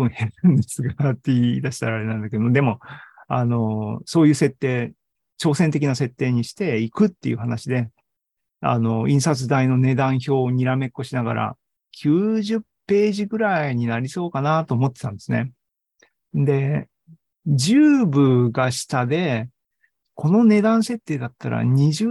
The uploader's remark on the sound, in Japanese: ZOOMライブの模様です